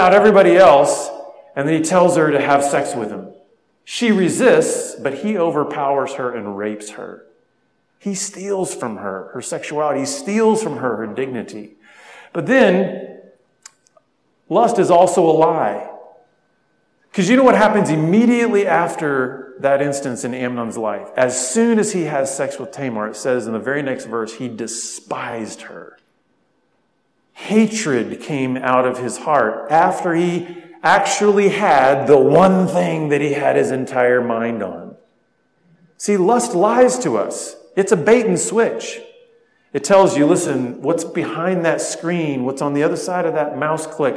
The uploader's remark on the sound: spoke at a men's conference